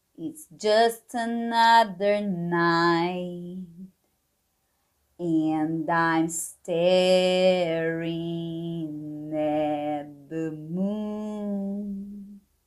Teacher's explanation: esse T do at a gente vai omitir